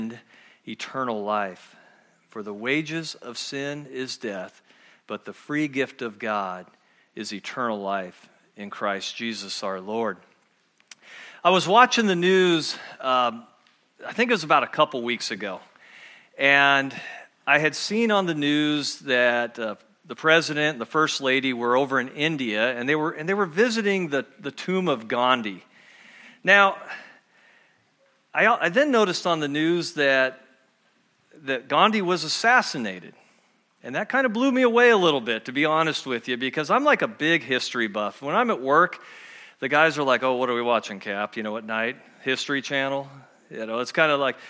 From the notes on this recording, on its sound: at Murrieta Valley Church in Murrieta, California.